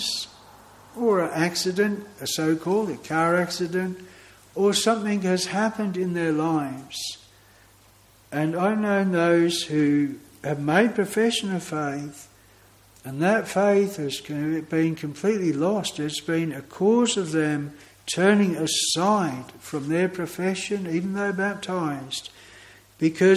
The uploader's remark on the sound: This sermon was preached at Broad Oak Chapel, Heathfield.